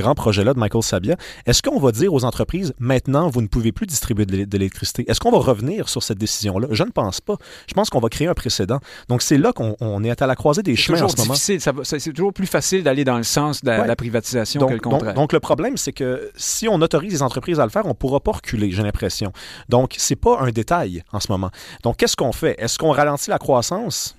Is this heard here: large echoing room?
no